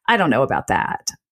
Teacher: it's that sort of crackly, poppy sort of noise that sometimes comes into particularly women's voices as they get through the end of a sentence. So that would be something like, I don't know about that, where you can hear that kind of fry, that crackliness come in. · Term: creaky voice